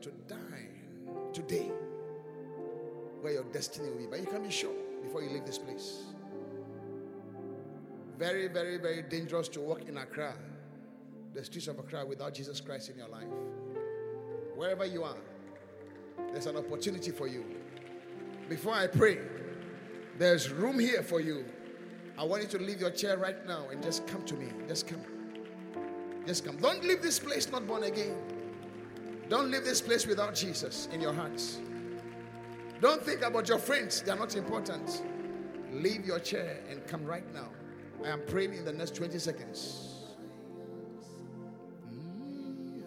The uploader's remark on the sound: Encounter Service. Preached at the Qodesh.